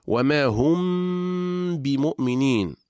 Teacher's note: إذن أيها الأحبة، هذا حكم الإخفاء، ويكون إذا أتى بعد الميم الساكنة حرف الباء نطبق الشفتين على حرف الميم ثم نفتحه على حرف الباء · Term: إخفاء شفويا